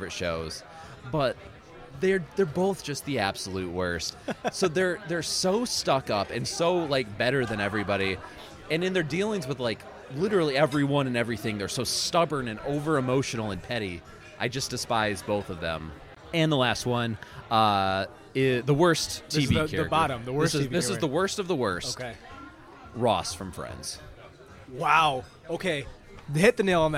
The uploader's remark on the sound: live on location at Mootz Pizzeria in the heart of downtown Detroit